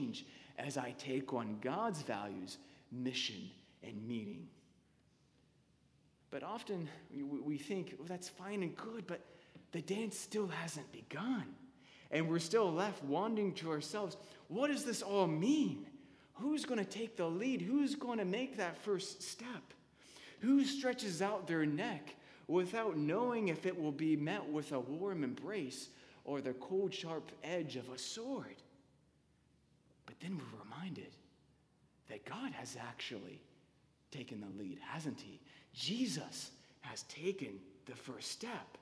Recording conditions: large echoing room